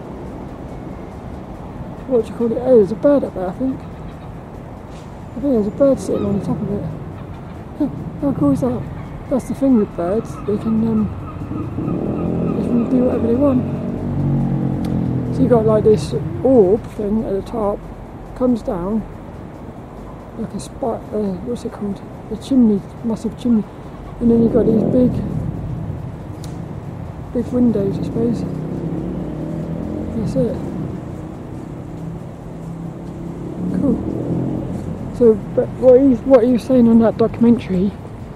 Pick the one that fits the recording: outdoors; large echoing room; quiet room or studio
outdoors